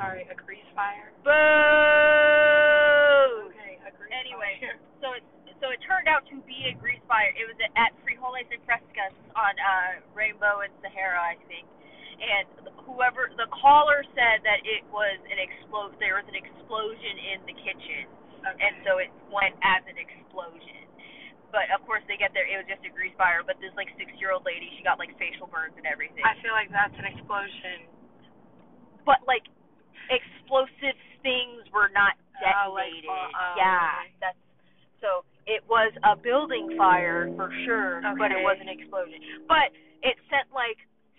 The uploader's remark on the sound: In the first episode recorded only using the phone from the car.